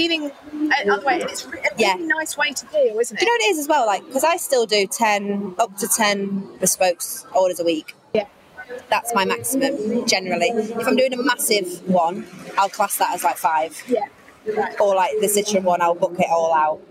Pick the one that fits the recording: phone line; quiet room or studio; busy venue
busy venue